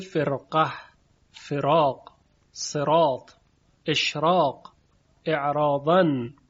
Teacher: در این کلمات ورش به تفخیم را خونده